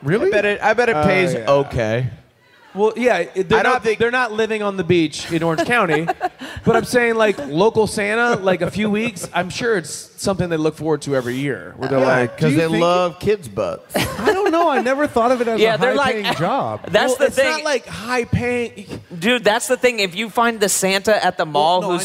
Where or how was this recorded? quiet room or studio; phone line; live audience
live audience